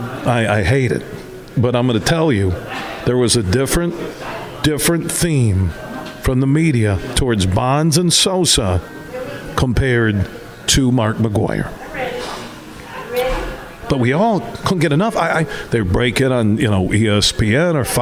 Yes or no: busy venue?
yes